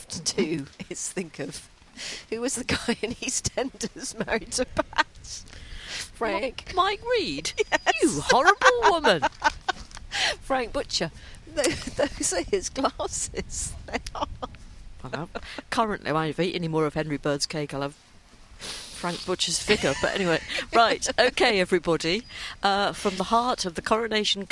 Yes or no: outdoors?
yes